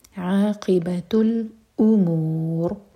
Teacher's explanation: یہاں پر رو ساکن ہیوی ہوگا کیونکہ اس سے پہلے ہے ضمہ